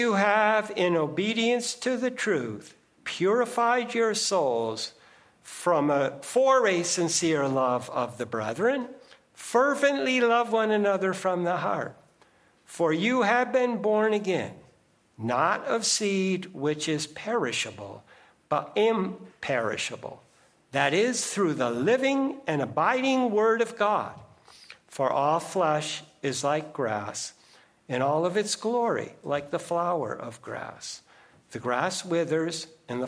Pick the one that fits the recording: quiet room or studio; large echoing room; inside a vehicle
large echoing room